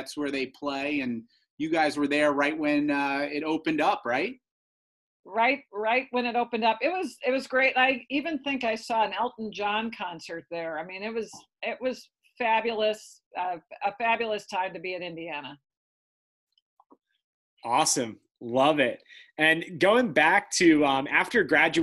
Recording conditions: video call